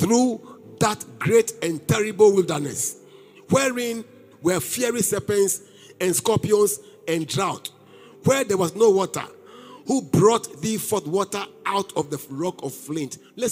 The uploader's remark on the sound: Preached at LCC Goshen